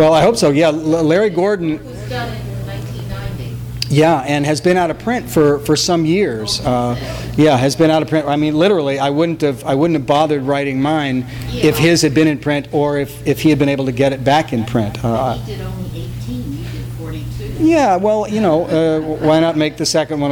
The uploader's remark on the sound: THIS EVENT WAS RECORDED LIVE AT SKYLIGHT BOOKS